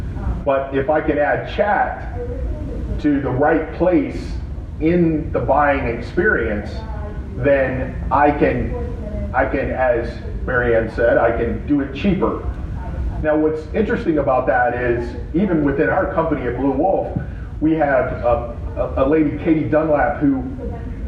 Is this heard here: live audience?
yes